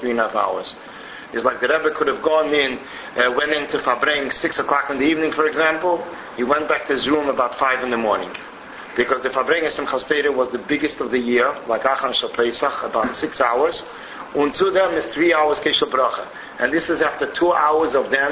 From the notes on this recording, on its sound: This file was originally, delivered as a shiur in a Crown Heights Mosad.